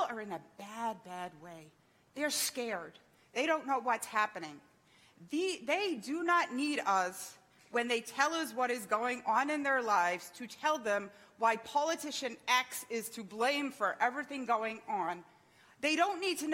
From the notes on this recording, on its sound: THANKS FOR JOINING US THIS SUNDAY MORNING LIVE FROM GENESIS CHURCH, MEDFORD, NEW YORK.